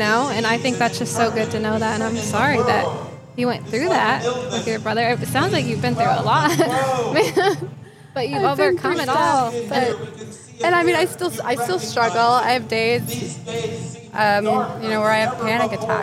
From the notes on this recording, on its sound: LIVE at Healing Night in West Palm Beach. Check out the live healing event we were able to attend.